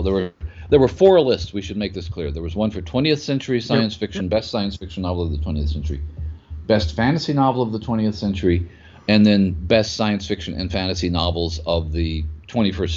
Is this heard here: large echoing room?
no